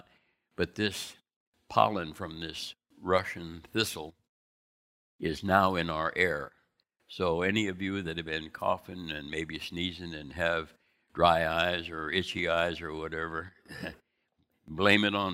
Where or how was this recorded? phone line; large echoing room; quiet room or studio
large echoing room